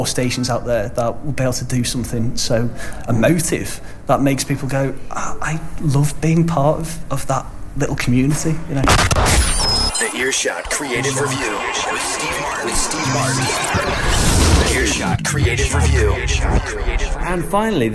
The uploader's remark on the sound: Recorded in a pub, this is the Earshot Creative Review for March 2010.